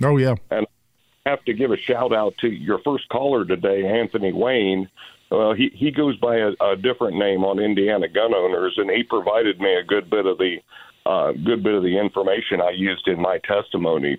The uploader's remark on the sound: Thanks to everyone who called in and asked questions!